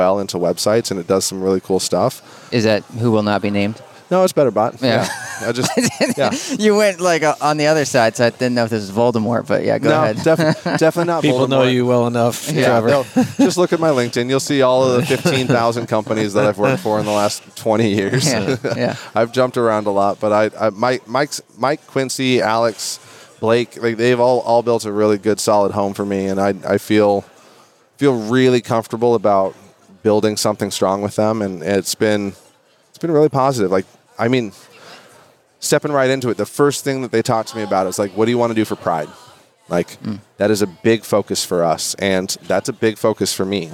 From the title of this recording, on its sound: Live at NAA